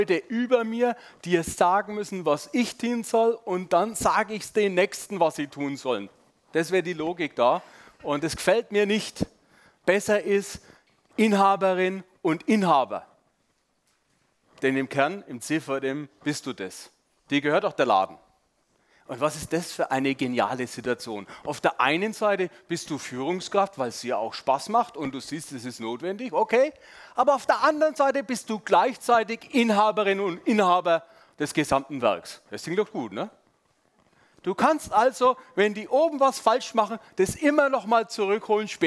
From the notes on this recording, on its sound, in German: Sonntagspredigt beim SUMMIT 2023